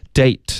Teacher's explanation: 结尾的特省略一定要有一个干脆的停顿，不然你发的就是 day,就是一天，嗯，而不是约会。Date.